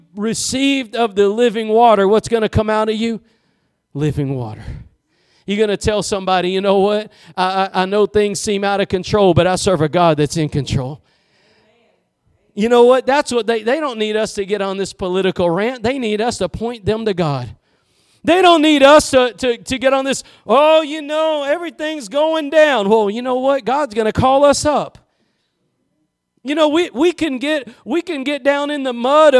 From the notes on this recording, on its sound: Preached at Gospel Lighthouse in Bossier City, La.